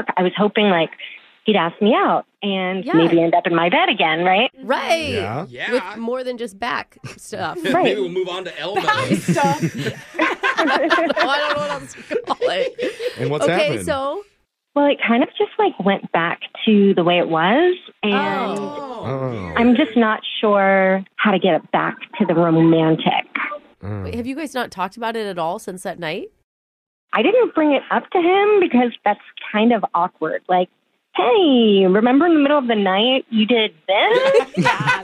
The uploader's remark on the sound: Awkward Tuesday Phone Call